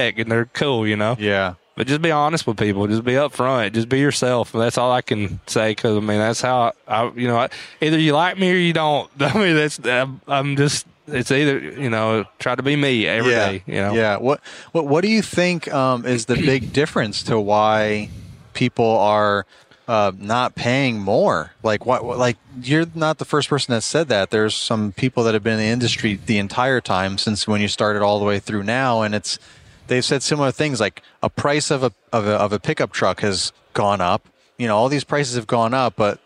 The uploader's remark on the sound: This was the first episode from Synkd LIVE in Atlanta, recorded from Pod-Row.